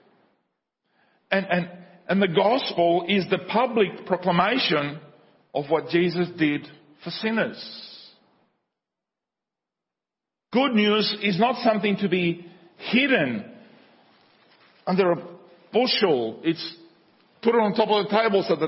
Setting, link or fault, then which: setting, large echoing room